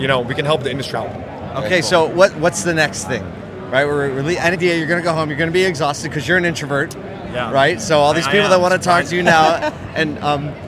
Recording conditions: busy venue